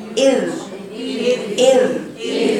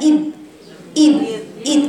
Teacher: الذال اللي هو صوت جميل بيجري رخاوة · Shown in: first take